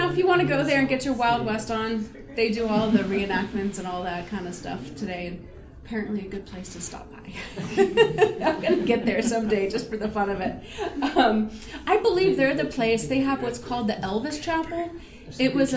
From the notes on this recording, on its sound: Recorded live March 10, 2023 at Wild Wild West Con. Salon.